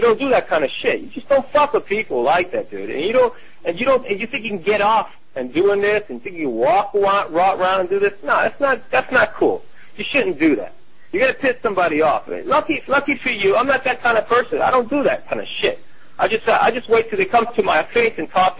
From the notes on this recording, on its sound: Prank Phone Calls. "Free Car on Craigslist" from archive.org.